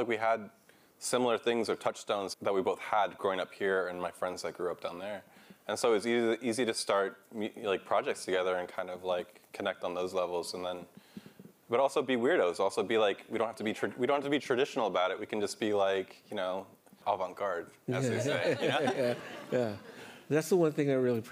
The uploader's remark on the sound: Traveled to NPR member station KQED in San Francisco to meet Alt.Latino listeners. This week's show is a recording of that live interview, full of great music as well as lots of laughs.